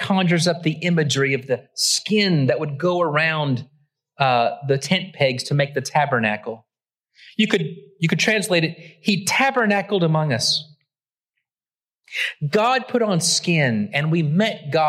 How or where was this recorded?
large echoing room